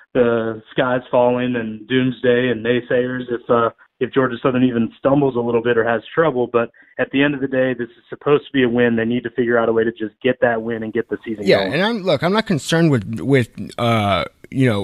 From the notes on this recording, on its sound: joined over the phone